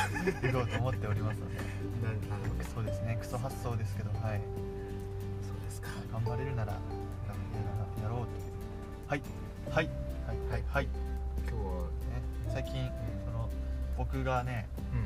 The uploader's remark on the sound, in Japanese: Anchor←このアプリで収録してます